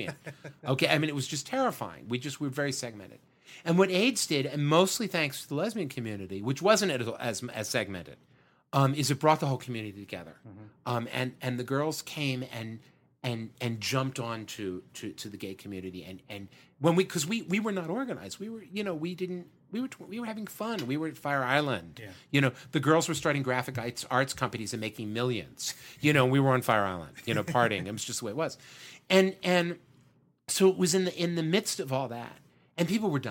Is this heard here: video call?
no